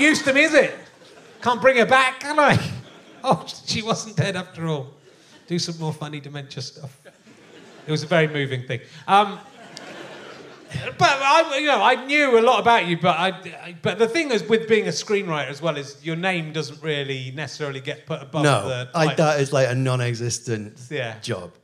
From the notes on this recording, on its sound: back at the Liverpool Playhouse